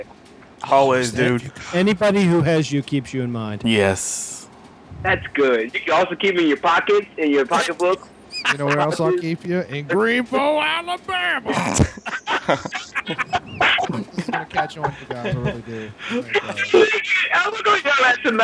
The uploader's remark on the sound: joins the guys through his string and tin can telephone